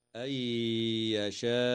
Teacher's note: وتدغم النون الساكنة في الياء مع الغنة في قوله تعالى: أن يشاء.